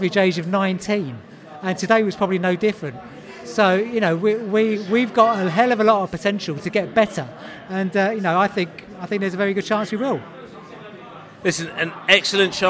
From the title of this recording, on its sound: podcast from the pub